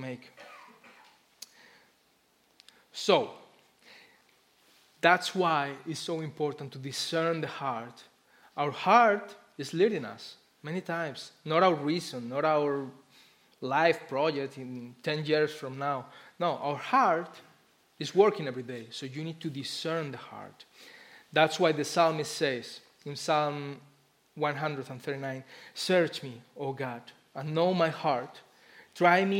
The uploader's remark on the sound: Christmas Eve Service Live Stream Recording